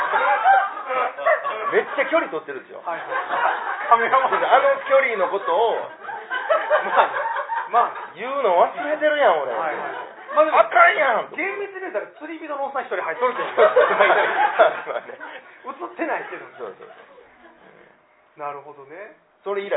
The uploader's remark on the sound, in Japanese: 6月25日公開収録